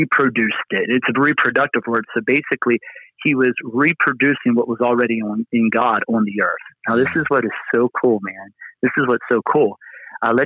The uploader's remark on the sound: Location: Phone